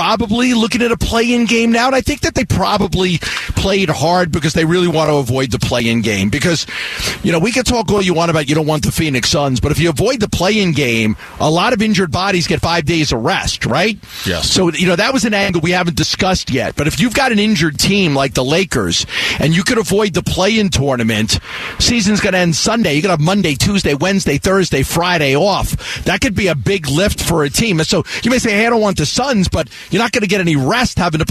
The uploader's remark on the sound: LIVE from Chase Field for the Arizona Diamondbacks home opener. Live down on the field in Downtown Phoenix.